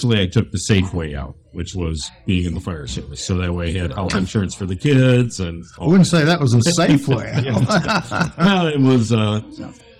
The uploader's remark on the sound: A converted Subway store is now home to a nano-brewery called 206 Brewing. The brewpub had just opened for the day when we showed up, so you may get a little background noise, but hey, it's all pub ambiance!